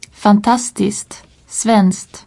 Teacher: Dans la langue parlée, on a tendance à ne pas prononcer le K au neutre indéfini singulier des adjectifs en SK.